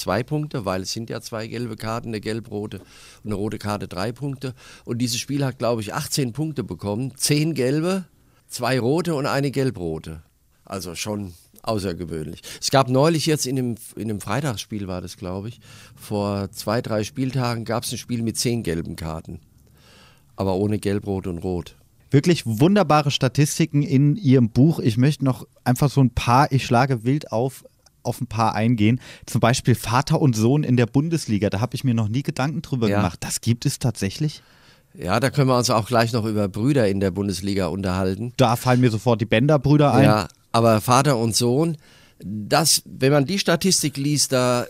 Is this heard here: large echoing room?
no